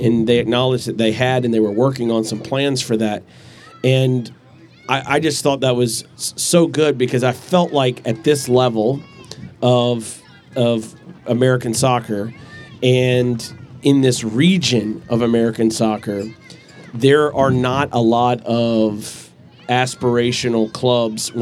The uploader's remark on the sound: Live at the Eastern Shore Premier Cup.